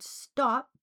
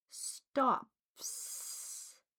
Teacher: The word stop ends with a p, and p is voiceless, and s is voiceless. Stop becomes stops.